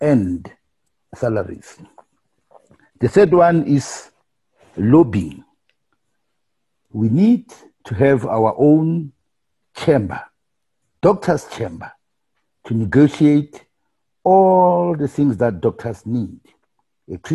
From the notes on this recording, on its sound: Limpopo & Mpumalanga Province Regional Zoom Meeting